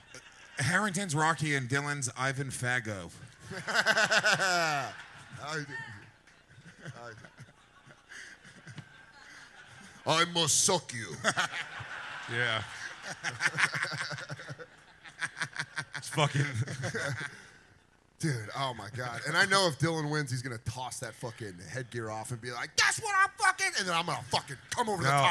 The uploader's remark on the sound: Skankfire Live from Skankfest South. Skankfire goes live from Skankfest South in Houston, Texas.